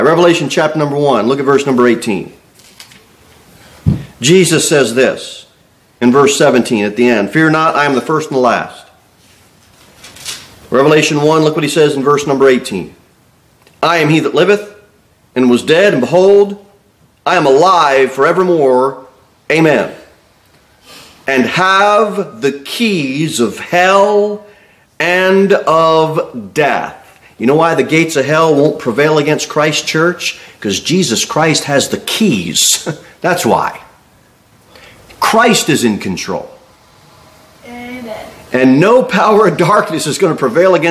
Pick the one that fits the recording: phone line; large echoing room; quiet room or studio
large echoing room